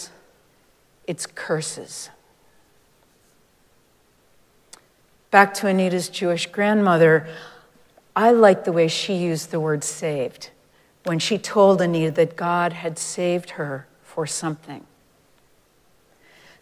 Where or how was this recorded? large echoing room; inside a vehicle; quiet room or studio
large echoing room